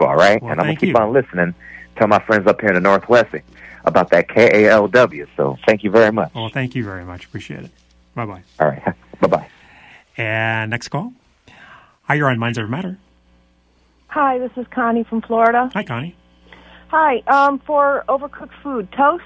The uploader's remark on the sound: Comes in solo for this show and takes phone calls from listeners.